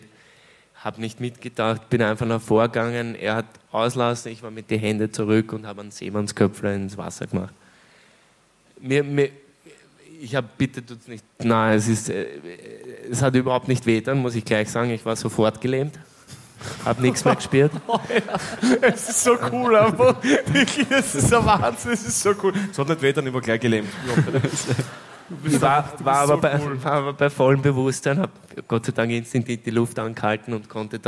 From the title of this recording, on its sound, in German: LIVE - Klagenfurt